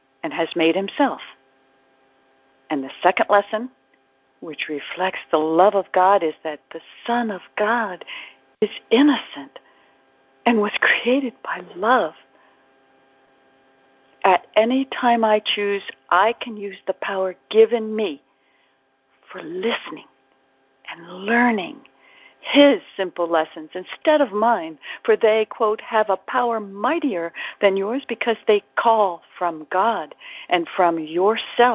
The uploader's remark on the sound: ACIM Daily TEXT Conference Call